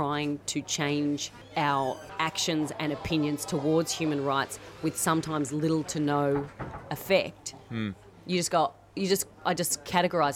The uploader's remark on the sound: In Abbatoir Bar at the Edinburgh Fringe Festival.